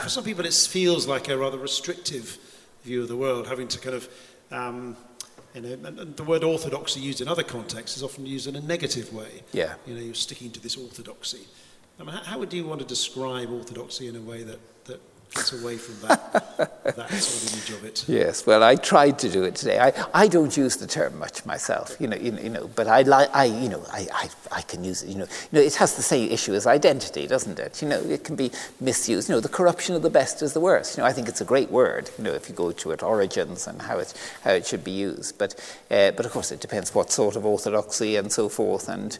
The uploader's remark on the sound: This lecture was recorded as part of the Generous Orthodoxy Lecture Series – a collaboration between St Mellitus College and the McDonald Agape Foundation.